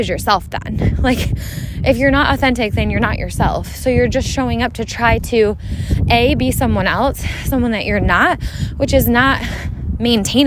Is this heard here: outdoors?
yes